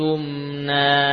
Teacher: Jadi masuk ke ya, nunnya hilang, namun masih tersisa sifat gunnah. · Term: idgham